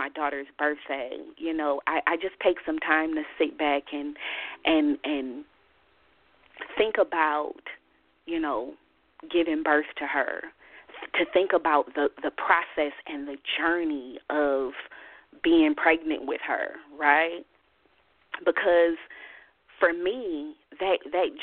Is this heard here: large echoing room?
no